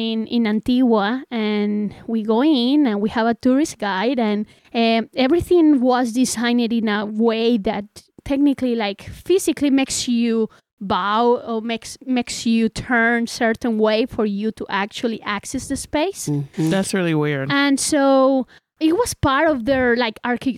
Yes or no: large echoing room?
no